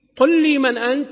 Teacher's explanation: فاللام التقت مع اللام فأدغمت مباشرة دون معرفة، حتى لو لم تعرف حكم الإدغام ما تقرأها إلا كذلك.